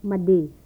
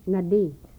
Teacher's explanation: The bilabial nasal contrasting with the velar nasal.